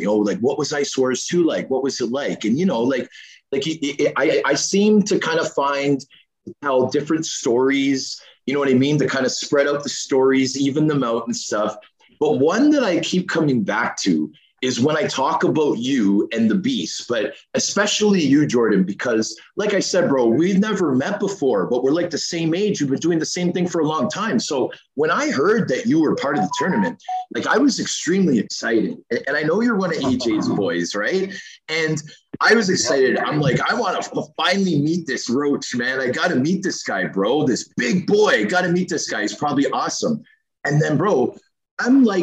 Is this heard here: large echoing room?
no